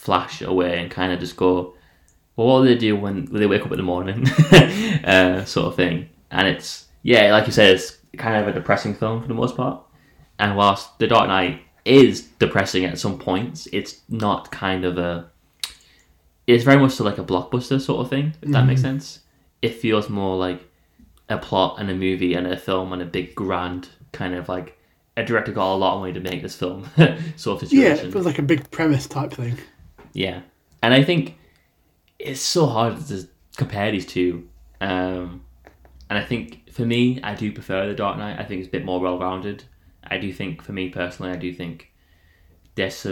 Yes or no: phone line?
no